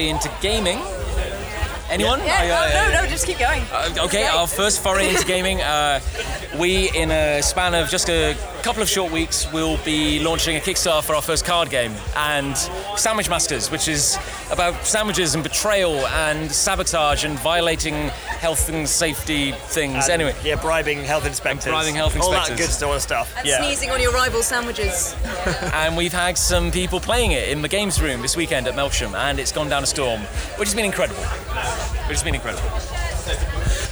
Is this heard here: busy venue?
yes